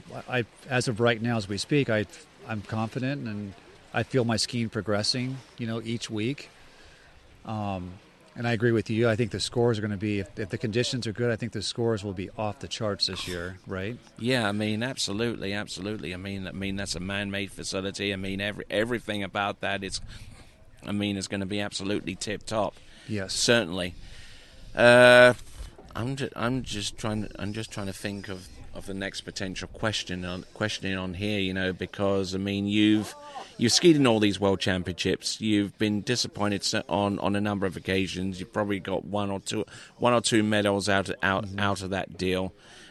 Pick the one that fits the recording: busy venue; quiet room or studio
busy venue